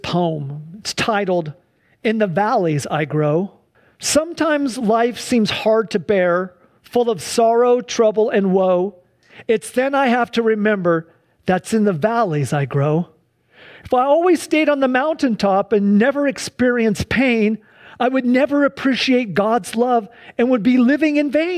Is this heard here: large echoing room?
yes